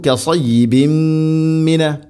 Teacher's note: തൻവീനിനെ മീമിലേക്ക് കൂട്ടി ലയിപ്പിച്ച് മണിച്ചുകൊണ്ട് ഉച്ചരിക്കണം · Term: ഇദ്ഗാം ബിഗുന്ന